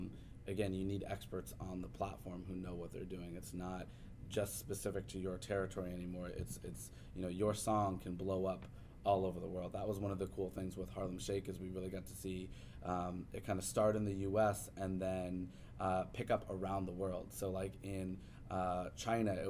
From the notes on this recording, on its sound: leads this interview while at the Music Biz Conference in Nashville